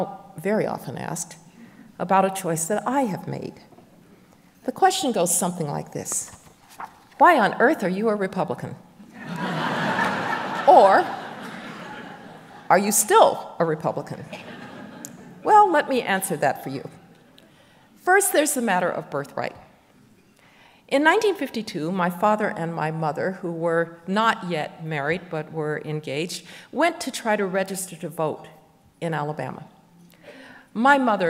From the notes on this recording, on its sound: we go back two weeks to March 8, 2023 for our in-person event